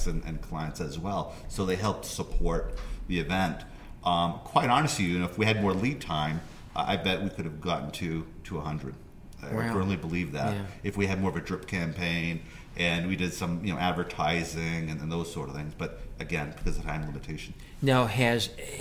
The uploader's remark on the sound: during BEI's 2019 National Conference